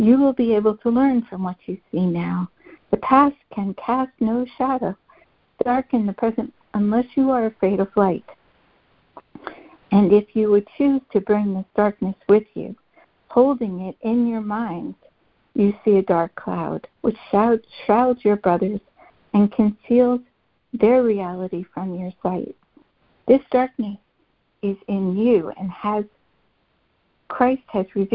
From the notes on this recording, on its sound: ACIM Daily Conference Call.